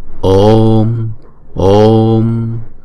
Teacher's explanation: Chữ O này chúng ta sẽ đọc hai nhịp.